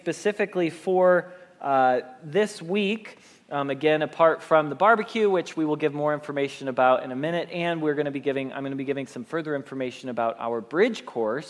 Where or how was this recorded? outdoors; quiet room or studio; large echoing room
large echoing room